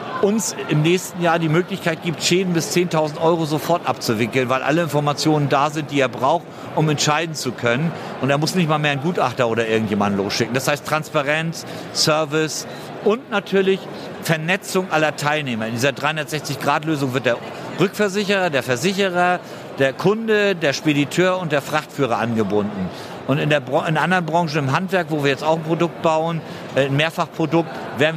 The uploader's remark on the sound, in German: In dieser Episode sind wir live auf der InsureNXT in Köln